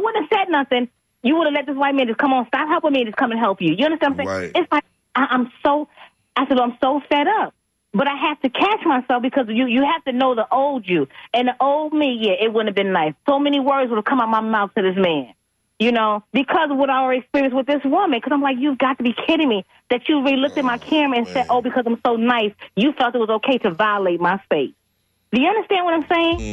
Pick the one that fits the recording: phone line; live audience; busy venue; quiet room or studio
phone line